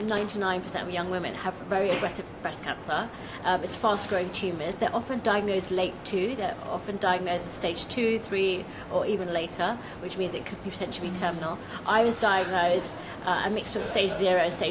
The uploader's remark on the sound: This episode was filmed live at Be:Fit London.